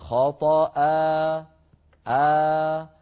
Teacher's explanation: فالوترين يبقيان بعيدين عن بعضهما والصوت يتخامد ويتلاشى شيئا فشيئا